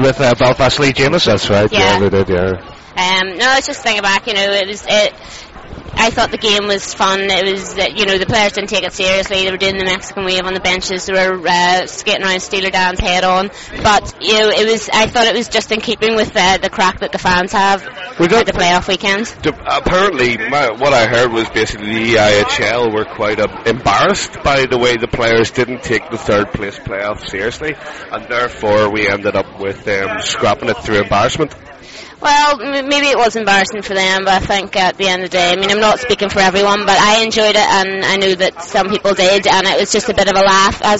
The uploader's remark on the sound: Live at Bunkers. Live Recording” of AVFTB which took place on Saturday 7th April 2007 outside the Bunkers Hill in Nottingham.